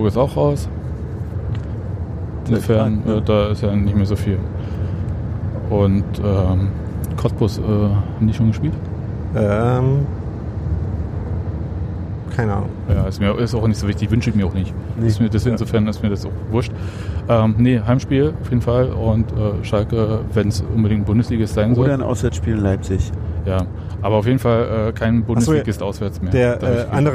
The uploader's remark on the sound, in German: Wir reden schon auf der Rückfahrt nach Berlin über das Spiel. Der das Podcast-Mobil während der Aufnahme sicher Richtung Berlin gesteuert hat.